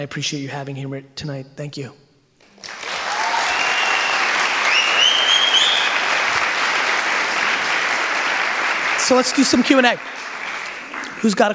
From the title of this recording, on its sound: Keynote at Slimebash Event